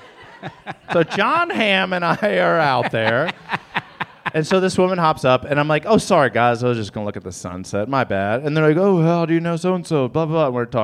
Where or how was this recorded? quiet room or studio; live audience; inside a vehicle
live audience